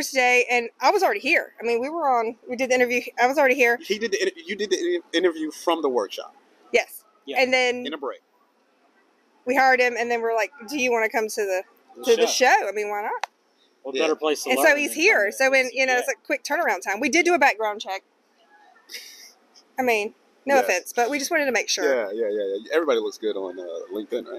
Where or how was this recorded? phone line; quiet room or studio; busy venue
busy venue